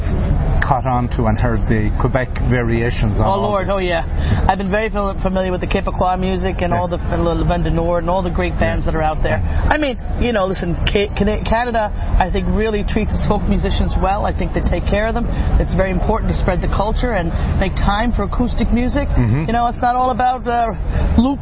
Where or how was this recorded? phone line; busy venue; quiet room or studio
busy venue